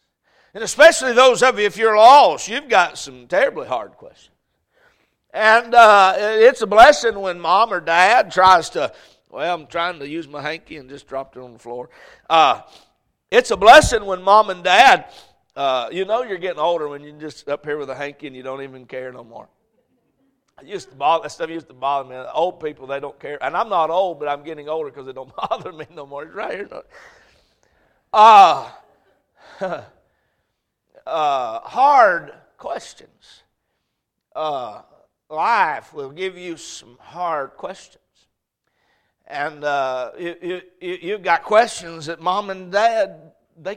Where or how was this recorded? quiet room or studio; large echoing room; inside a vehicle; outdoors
large echoing room